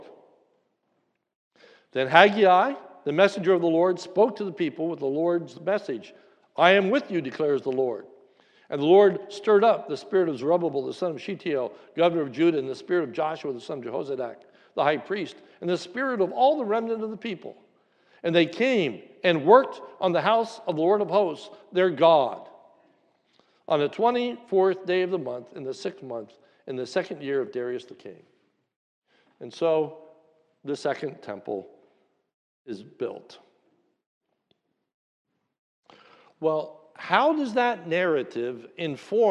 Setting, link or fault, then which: setting, large echoing room